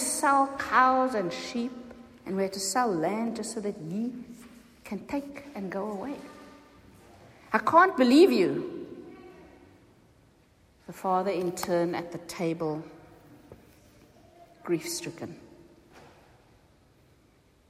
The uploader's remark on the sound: Recorded at the 9:30am service on Sunday 11th June 2023